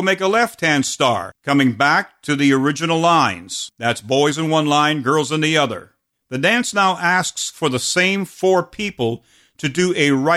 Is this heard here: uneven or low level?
no